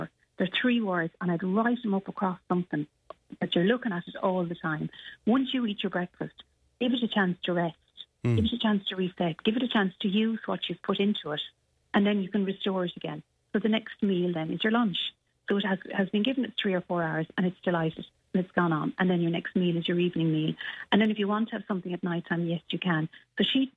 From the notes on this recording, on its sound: on the phone this morning